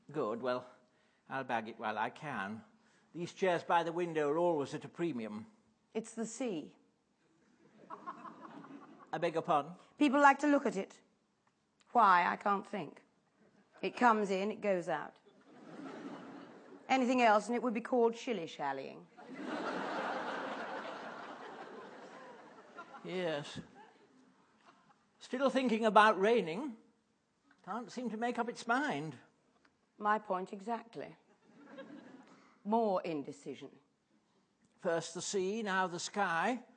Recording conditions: live audience